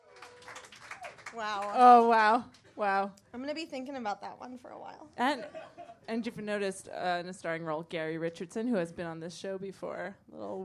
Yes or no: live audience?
yes